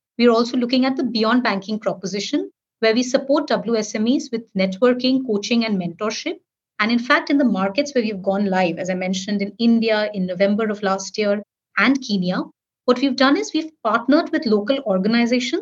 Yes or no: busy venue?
no